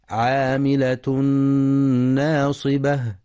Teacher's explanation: يخطئ بعضهم فيقرأ ناصبة بتفخيم النون ناصبة، والصواب ترقيقها